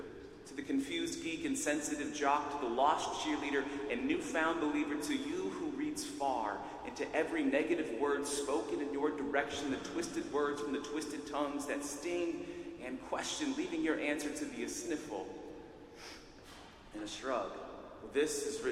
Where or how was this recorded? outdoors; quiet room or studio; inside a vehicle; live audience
live audience